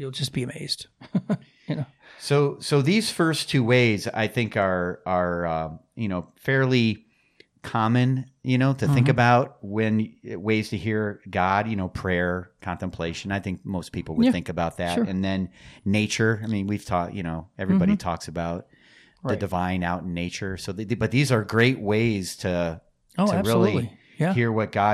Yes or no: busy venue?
no